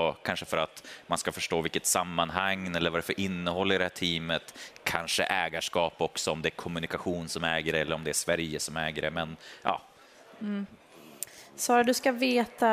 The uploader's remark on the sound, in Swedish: Live från Teamsdagen.